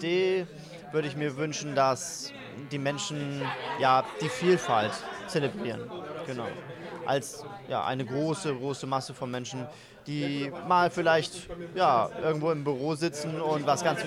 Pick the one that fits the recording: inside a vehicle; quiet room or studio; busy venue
busy venue